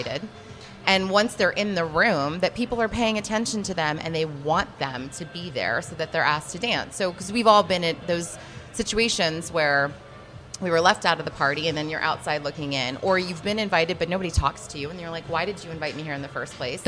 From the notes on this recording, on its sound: LIVE from Bell Works